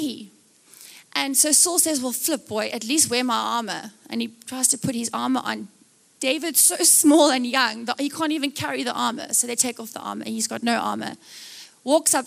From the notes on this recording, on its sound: Recorded live on Sunday 16th July the 2023